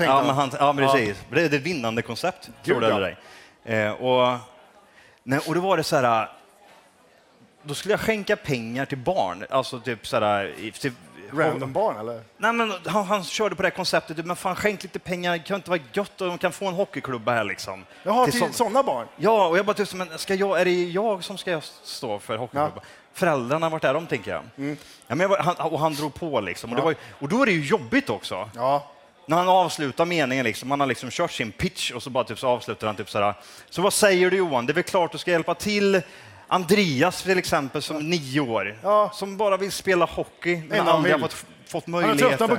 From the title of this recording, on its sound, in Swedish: Live från Poddfest 2023